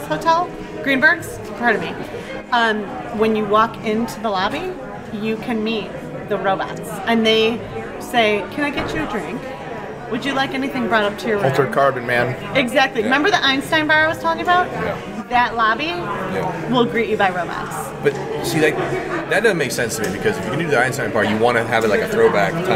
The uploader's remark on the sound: Live From EsportsNext. Why having an opportunity to connect in real life in Chicago, was so special.